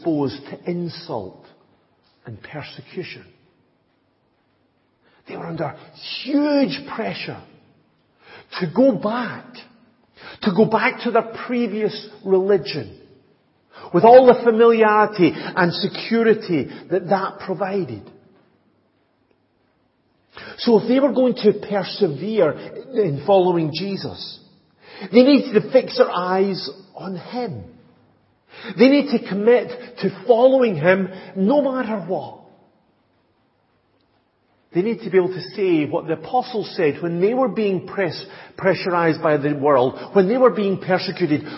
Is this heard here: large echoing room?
yes